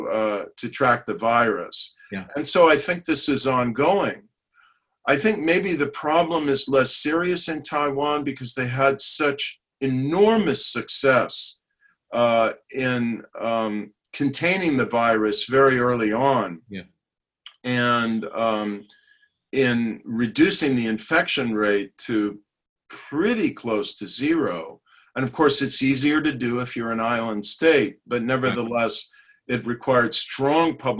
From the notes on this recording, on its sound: Hoover Virtual Policy Briefing.